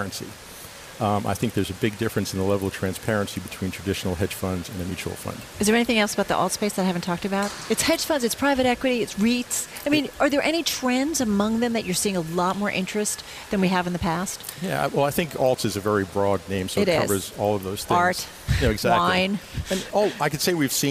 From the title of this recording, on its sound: Live from BNY Mellon Insite 2018 Conference